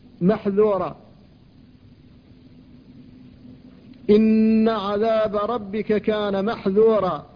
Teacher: فالذال حرف منفتح ولا بد من الحذر من إطباقه، فإذا نطقت به وكان مسبوقا بحرف حلق مثل محذورا فلا بد من فكه بتخليص فتحه تخليص انفتاحه خشية انقلابه إلى واء، فتقول محذورا إن عذاب ربك كان محذورا.